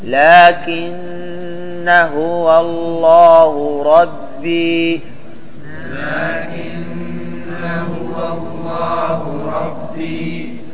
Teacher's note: مع الضمير. عندما تصل لكن بما بعدها تحذف الألف